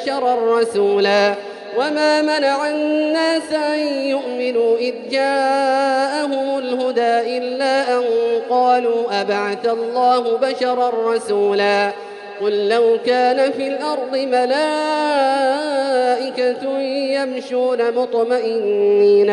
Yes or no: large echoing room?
yes